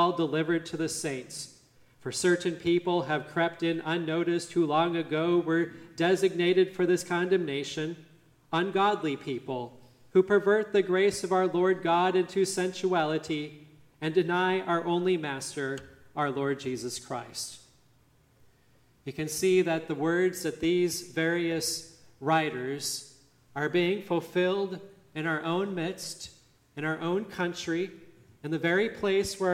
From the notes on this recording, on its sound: Listen to the service at Grace Lutheran Church, Lexington, MO on March 26, 2023.